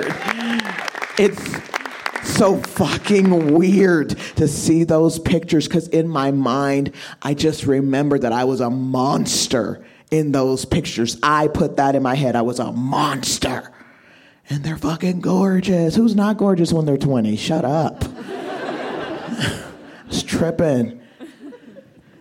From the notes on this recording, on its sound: This story was recorded live at Buntport Theater